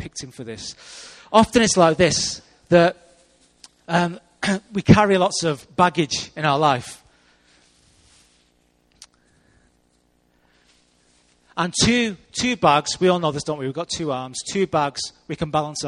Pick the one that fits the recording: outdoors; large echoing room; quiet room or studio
large echoing room